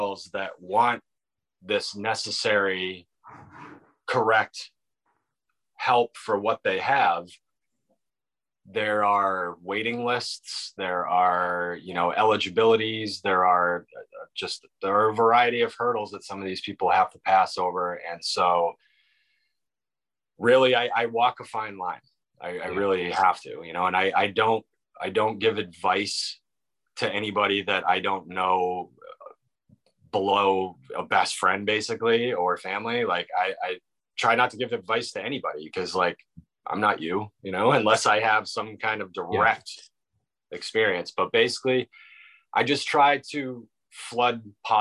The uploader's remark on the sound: This week we connected via Zoom